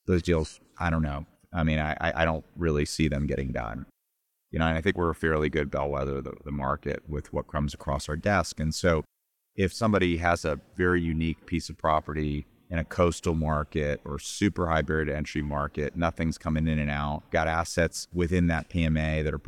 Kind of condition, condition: setting, busy venue